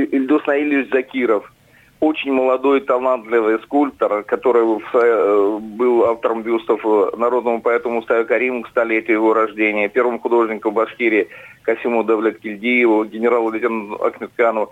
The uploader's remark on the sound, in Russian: По телефону